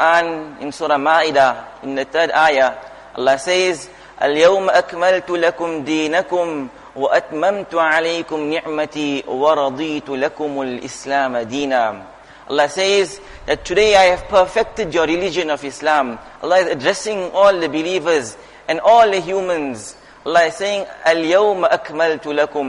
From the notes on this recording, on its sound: Jumuah Lecture at Masjid ur Rahman